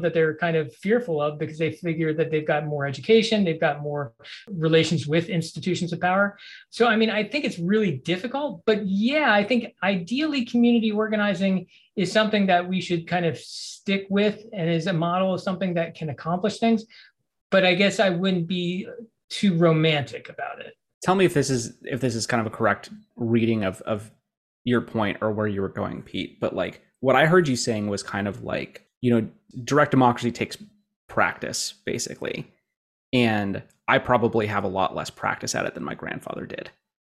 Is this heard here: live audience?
no